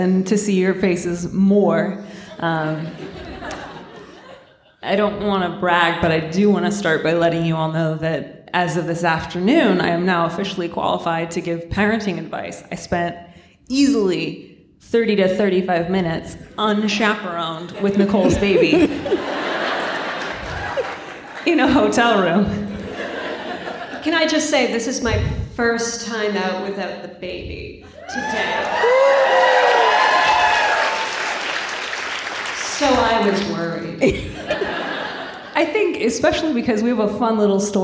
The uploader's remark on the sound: Our first live show! Onstage at the Brava Theater in San Francisco. Answer questions from the crowd.